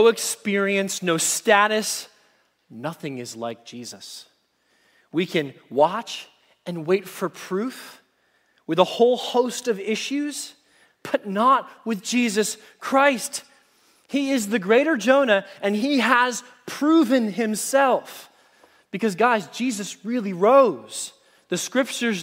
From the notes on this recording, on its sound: Message Preached at Valley Creek Church